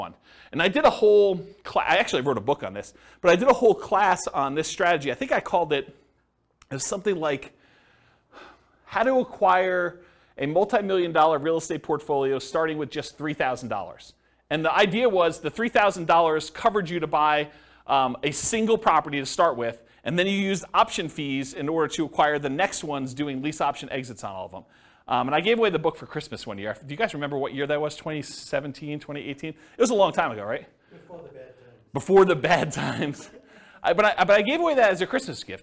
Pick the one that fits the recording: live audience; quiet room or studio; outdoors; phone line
live audience